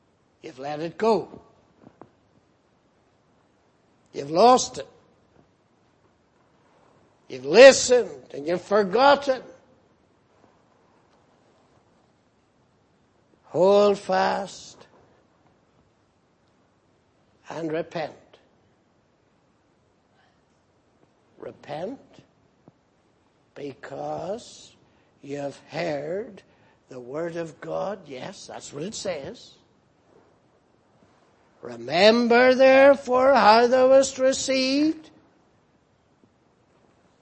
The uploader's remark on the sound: Preached in Grafton. At the Lord's Day Morning service on 11th February, 2018.